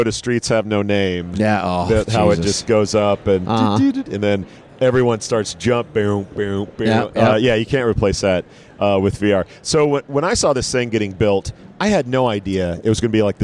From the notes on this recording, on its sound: from the HR Tech Conference in Las Vegas from the Fuel50 booth